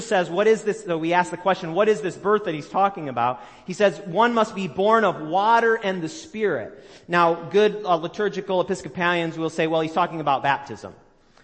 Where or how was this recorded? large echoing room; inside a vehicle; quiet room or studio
large echoing room